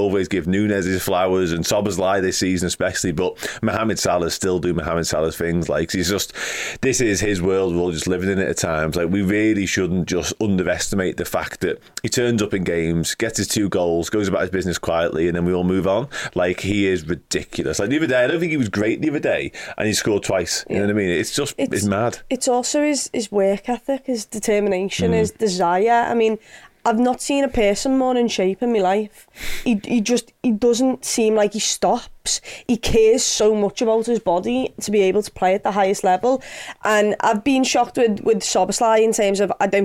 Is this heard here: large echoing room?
no